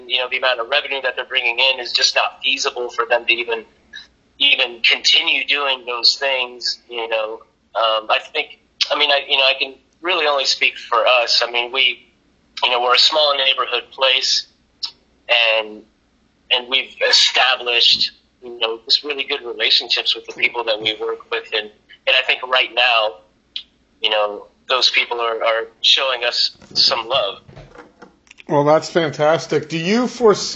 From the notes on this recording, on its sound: using basic methods of recording the interviews